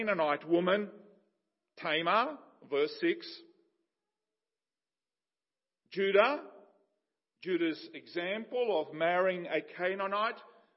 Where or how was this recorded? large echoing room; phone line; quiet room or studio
large echoing room